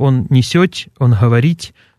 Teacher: «те» – мягкое в личных окончаниях глаголов